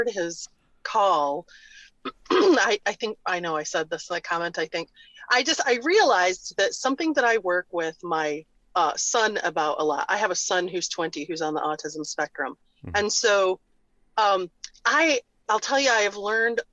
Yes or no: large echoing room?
no